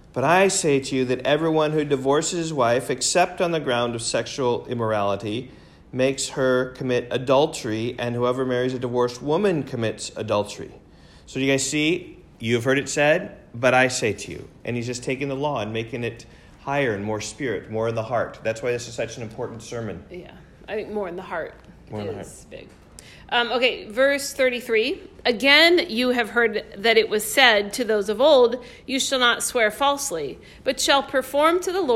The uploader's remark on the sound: Recorded in class.